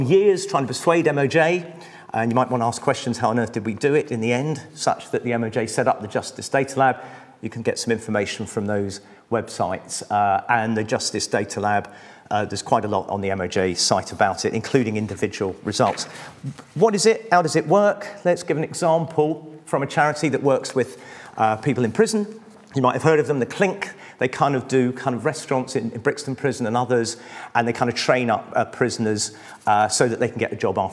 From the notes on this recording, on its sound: Our latest event, the 40th in our series, was a justice special, where the speakers presented their work in an exciting, quickfire format. Each speaker had eight minutes, followed by eight minutes of questions from the audience.